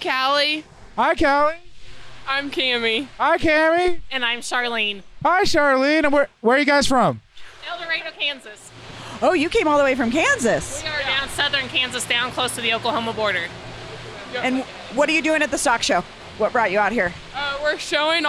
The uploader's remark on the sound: Live at the National Western Stock Show. As they talk to ranchers and vendors, old-timers and outlaws, and all sorts of colorful characters in town to carry on this beloved Denver tradition.